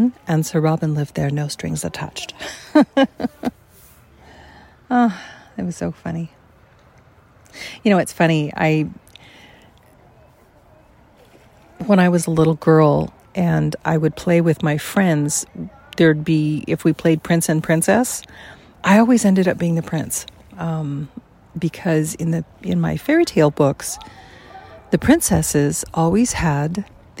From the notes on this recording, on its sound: Rather than the usual sound editing to minimize background noise, I left it all in.